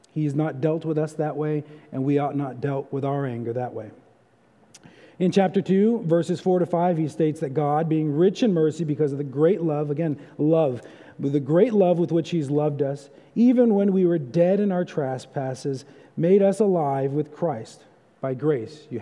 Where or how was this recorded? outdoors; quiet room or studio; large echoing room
large echoing room